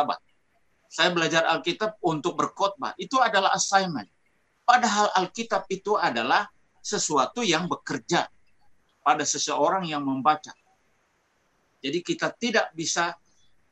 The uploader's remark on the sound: Tumoutou Imperium SDA Church Zoom Webinar